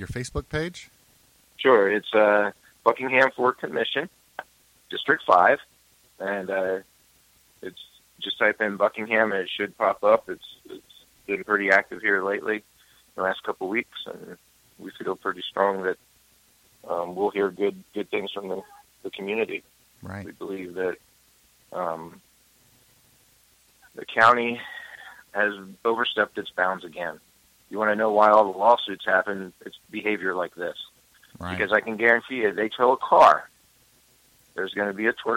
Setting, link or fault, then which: link, phone line